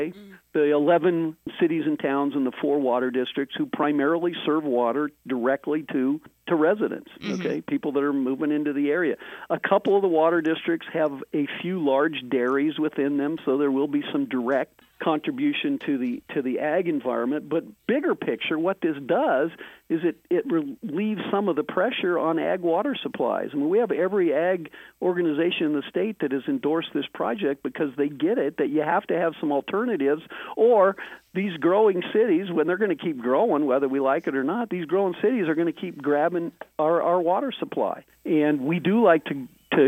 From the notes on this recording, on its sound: In this episode we are doing a phone interview.